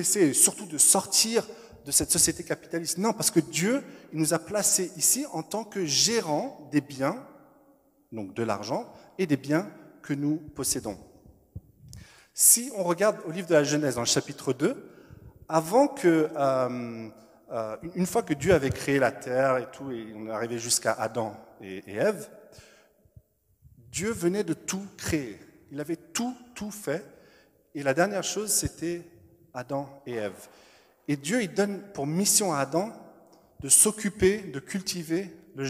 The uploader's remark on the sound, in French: Enregistré à l'église CVV, le 07/02/2021